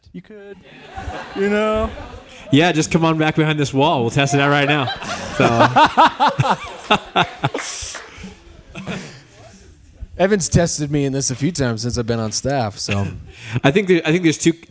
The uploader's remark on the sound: Live at Westside Exchange.